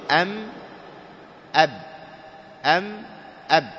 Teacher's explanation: لأن كلا من الباء والميم يخرجان بانطباق الشفتين، لأنه الميم بانطباق الشفتين تقول أم أب، أم أب، إلا أن إطباق الباء أقوى، إطباق الشفتين في الباء أقوى أب، أما الميم أخف أم أم.